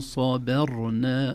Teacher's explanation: الباء أيضا عرضة لأن تفخم، لأن واقع بين مفخمين، بين صاد قبلها وراء ساكنة بعدها